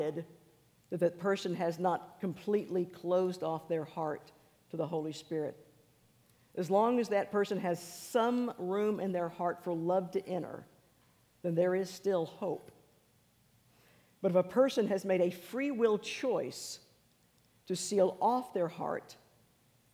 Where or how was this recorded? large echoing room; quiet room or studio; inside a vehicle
large echoing room